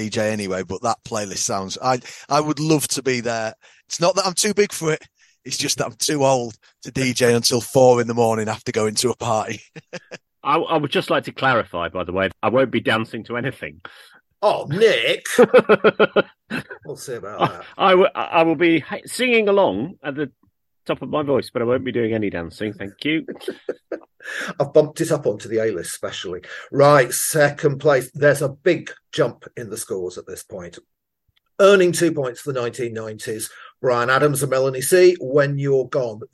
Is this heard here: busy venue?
no